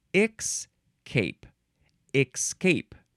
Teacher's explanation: It looks like, yes, another, you can say escape or escape, but a dialect form in certain parts of probably America, they say escape, escape. They add a k sound between the E and the S